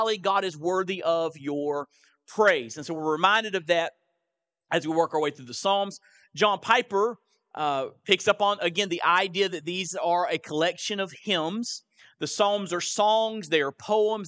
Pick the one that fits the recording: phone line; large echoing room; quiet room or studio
large echoing room